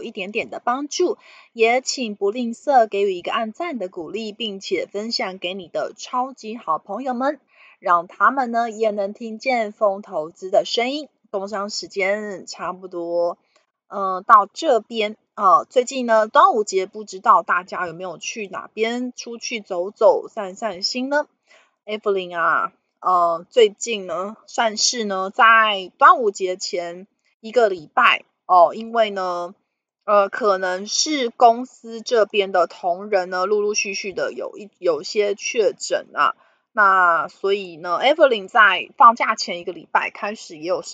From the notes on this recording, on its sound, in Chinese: 本集有些許雜音，已亟力避免，如有察覺請多多包涵